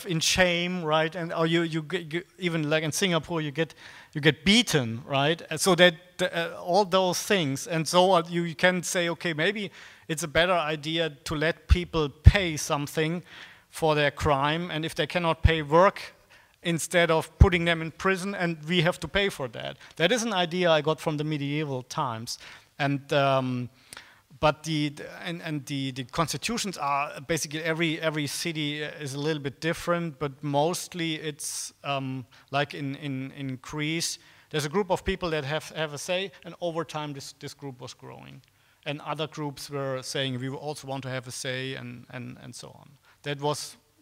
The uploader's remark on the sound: Discussion, Q&A (PFS 2017)